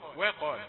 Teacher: الواو رقيقة والقاف مفخمة